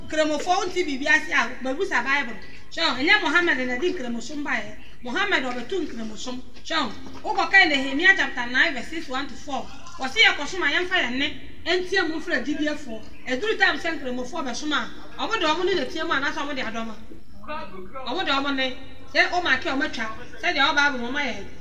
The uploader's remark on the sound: Sermon preached at CBC Adabraka/Shiashie Campuses